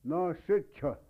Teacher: Notice that ch is aspirated.